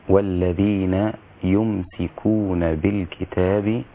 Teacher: والآية التي بعدها والذين يمسكون بالكتاب وأقاموا الصلاة إنا لا نضيع أجر المصلحين، في هذه الآية قرأ شعبة في كلمة يمسكون هكذا بالتشديد لحفص، أما شعبة فقرأها بالتخفيف فقرأ بإسكان الميم وكسر السين فقط دون تشديد